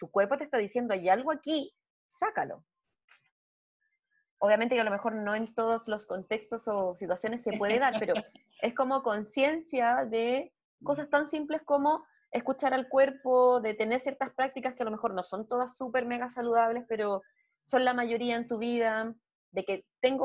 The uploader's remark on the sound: Zoom Session 01.